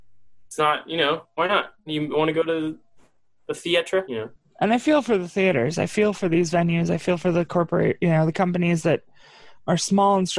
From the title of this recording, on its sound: ZOOM CONFERENCE